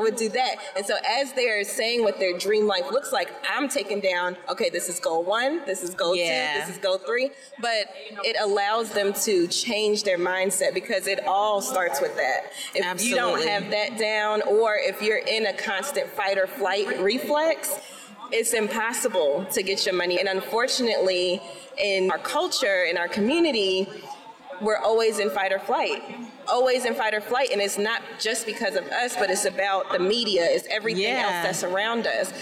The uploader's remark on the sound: Coming to you live from FinCon 2022.